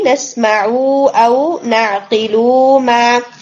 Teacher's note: یہاں پر جو عین ہے اور لام یہ دونوں لیٹرز آپ کے کھینچ گئے